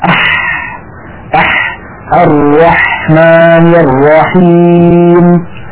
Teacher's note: الحرف الثاني الذي من وسط الحلق هو الحاء